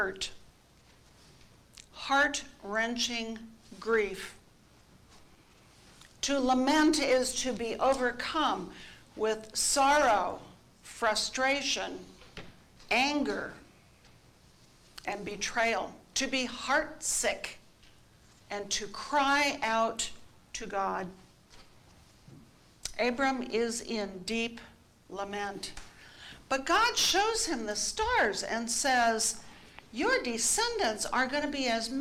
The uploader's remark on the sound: Each weekly podcast episode is a live recording from our church in San Jose, California of the Gospel reading followed by an Episcopal Sermon based on that reading.